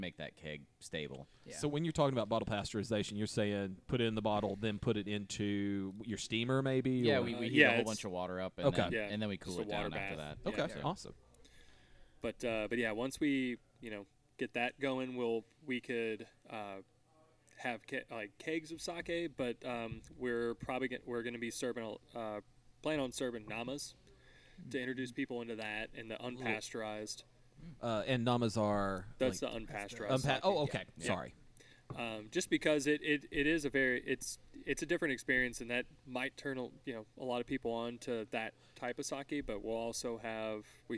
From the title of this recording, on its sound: Interview at The Void Sake Company